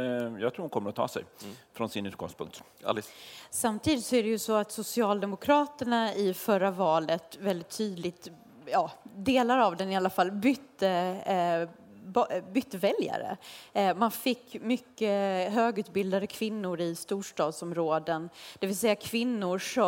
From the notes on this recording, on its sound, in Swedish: Livepodd från Almedalen. En specialpodd från Di:s ledarredaktion.